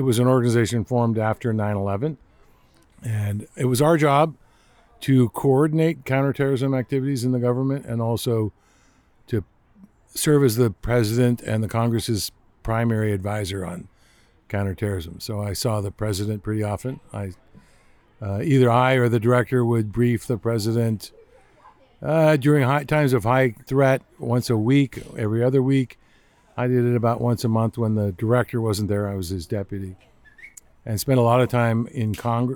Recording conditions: outdoors